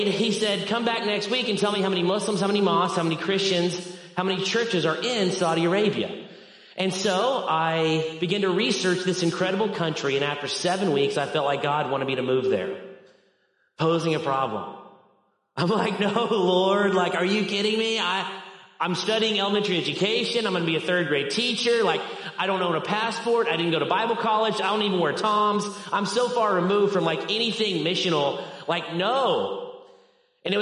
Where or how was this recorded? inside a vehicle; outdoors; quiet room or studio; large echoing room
large echoing room